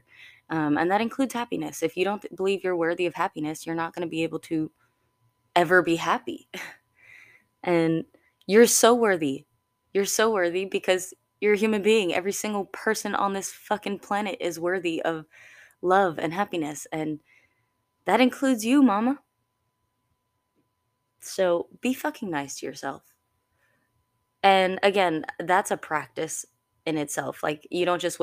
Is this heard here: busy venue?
no